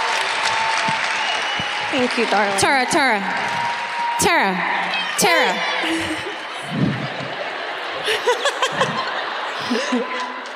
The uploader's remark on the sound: Live at the Fox Theatre in Detroit, MI (2019)